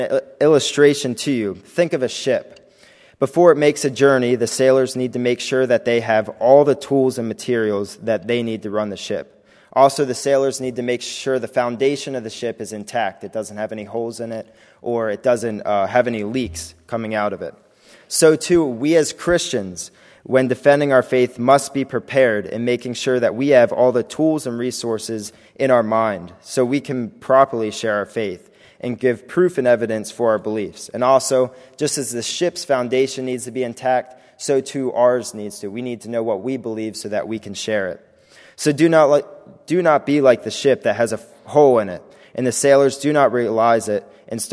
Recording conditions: large echoing room